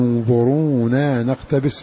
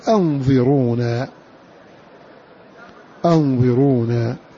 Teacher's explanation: بهمزة قطع مفتوحة وكسر الضاء · Shown in: second take · أنظرونا. والباقون قرأوها على أنها همز وصل تسقط في درجة الكلام.